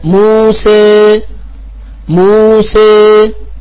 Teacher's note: هذه الألف ليست ألفا محضة وليست ياء محضة · Term: الألف الممالة